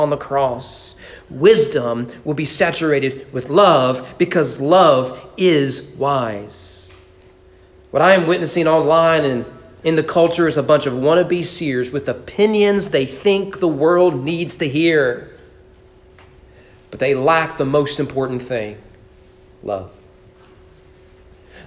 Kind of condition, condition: setting, large echoing room